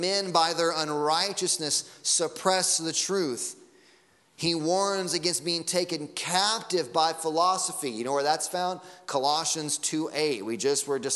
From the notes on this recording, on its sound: Sunday Morning Sermon Audio